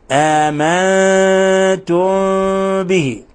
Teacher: وتكلمنا كرات ومرات عن طريقة النطق بالميم الساكنة عند الباء، وبينا أن لها وجهان وطريقان وكيفيتان، وأن أكثر أهل الأمصار وأكثر قراء على ترك فرجة يسيرة بين الشفتين بخلاف أهل العراق الذين يطلقون الشفتين. · نون ساكنة جاء بعدها تاء في لفظ آمنتم، الحكم التجويدي إخفاء حقيقي · Term: الإخفاء الشفوي